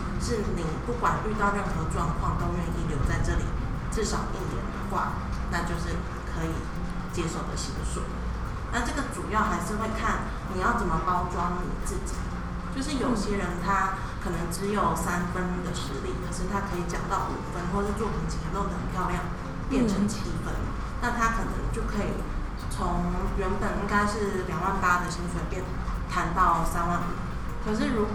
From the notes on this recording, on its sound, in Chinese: 錄製時天氣下雨打雷，很抱歉真的修不掉，請大家幫忙自動過濾背景音。